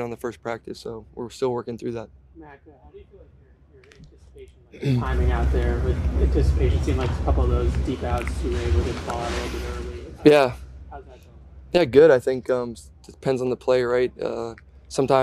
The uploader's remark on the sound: Addresses the media during his press conference following joint practices with the Green Bay Packers.